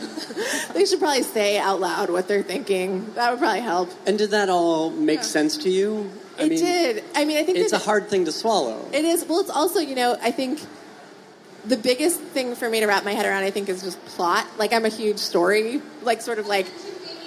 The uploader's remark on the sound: SXSW. Take questions from the audience.